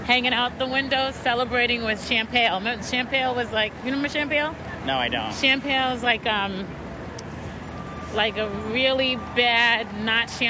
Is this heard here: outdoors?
yes